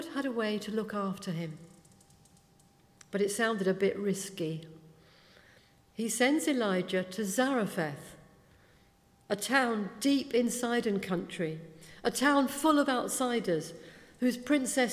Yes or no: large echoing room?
yes